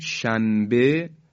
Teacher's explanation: اقلاب در تجوید عبارت است از تبدیل کردن نون ساکنه به میم، یعنی بدل شدن نون ساکنه به میم، که البته این اتفاقی میفته همراه به قنه هم هست، یعنی صدا در فضای بینی میپیچه. ما در کلماتی هم داریم فارسی که در فارسی هم میگیم شنبه، نون ساکن رسیده به حرف با.